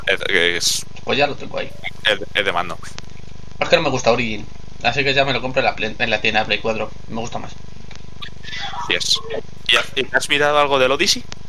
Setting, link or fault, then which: fault, poor sound quality